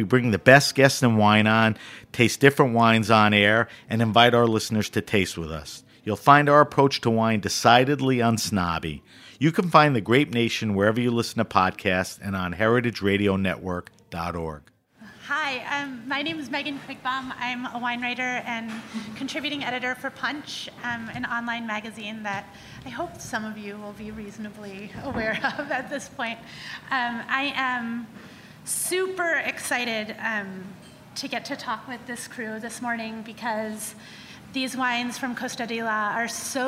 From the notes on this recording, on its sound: RAW WINE NY 2019. This talk was recorded by Heritage Radio Network as a part of RAW Wine NYC 2019's Speakers' Corner.